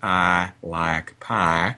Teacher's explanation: The second element is so soft that it smooths together into one monophthong. · Term: Smoothing